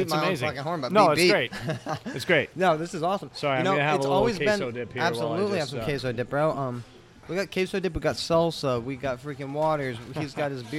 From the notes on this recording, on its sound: We record live and on site at CoCoc bar and grill, new local Mexican restaurant located in the heart of Biddeford, Maine.